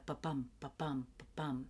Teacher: the iambic beat, the unstressed stressed, is, it does sound like a human heartbeat, the ba-bum, ba-bum, ba-bum.